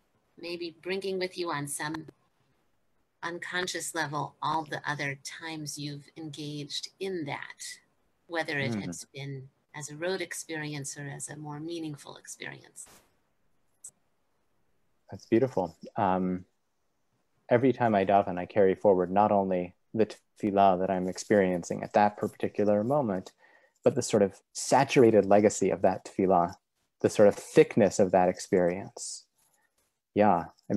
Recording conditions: video call